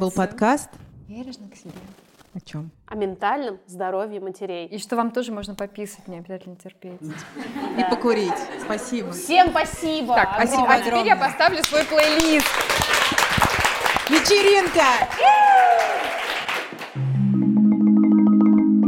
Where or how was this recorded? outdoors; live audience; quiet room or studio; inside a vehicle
live audience